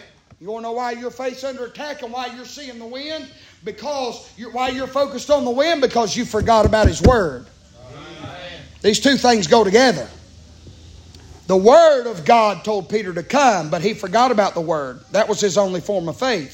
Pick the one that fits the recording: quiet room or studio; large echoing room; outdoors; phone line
large echoing room